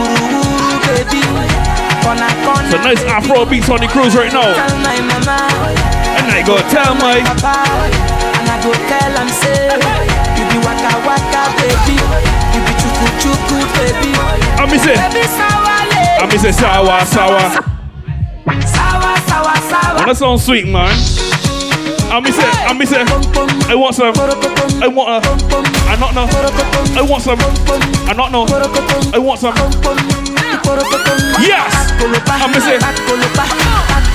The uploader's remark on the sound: LIVE AUDIO FROM 'BIBBERS CRUISE: BIG MOUT DRINKS - THE COOLER CRUISE'. MV DREAMCHASER BARBADOS.